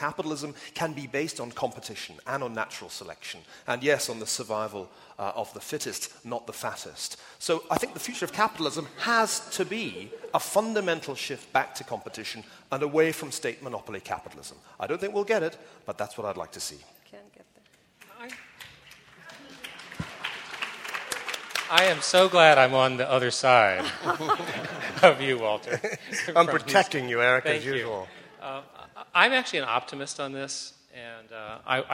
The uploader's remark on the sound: LIVE from the NYPL